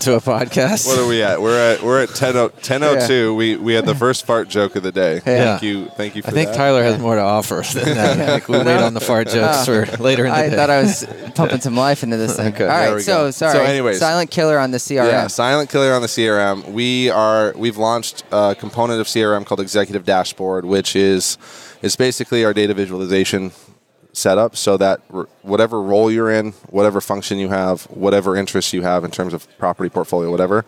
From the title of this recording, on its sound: Live at NAA